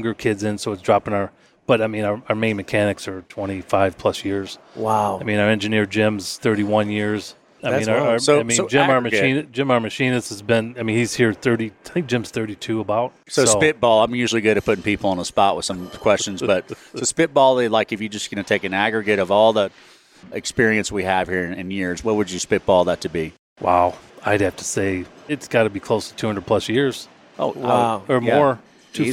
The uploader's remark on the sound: Recorded live on the shop floor at Joliet Electric Motors (JEM) in Joliet, Illinois. We also get a verbal tour of the machine shop.